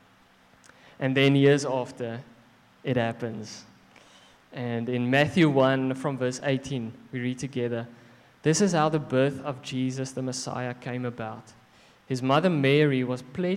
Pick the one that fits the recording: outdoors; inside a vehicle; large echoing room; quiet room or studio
large echoing room